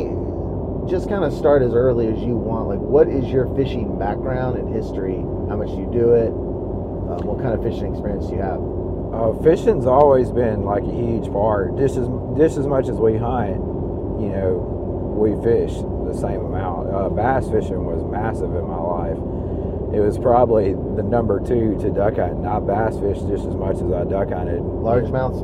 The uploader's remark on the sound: Recording from our truck